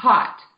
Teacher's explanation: caught with a very oval, open mouth, cat and caught